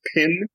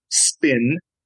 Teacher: spin will not have the same puff of air as pin